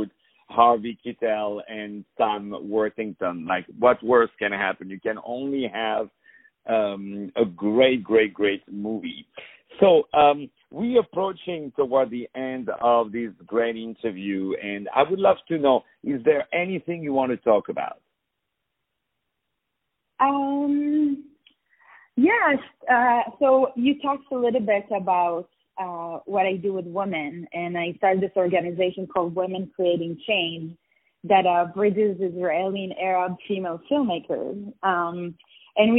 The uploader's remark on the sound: On the phone